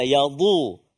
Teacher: huruf dad, jangan tertukar dengan hujung lidah huruf dal